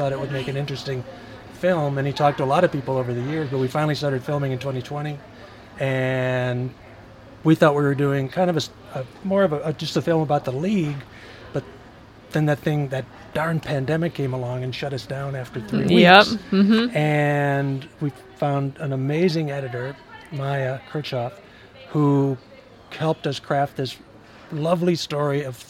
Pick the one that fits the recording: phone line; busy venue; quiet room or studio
busy venue